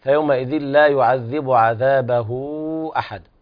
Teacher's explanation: هنا مد صلة كبرى، مد أربع حركات